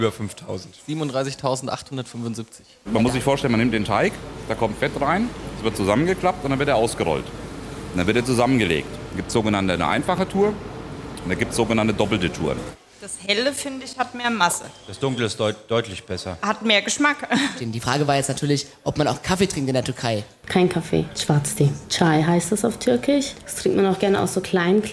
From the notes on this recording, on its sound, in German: Wir haben live aus dem Café vom Bäcker Mack in Butzbach gesendet. Die beiden Moderatoren versuchten sich als Bäcker in der Backstube.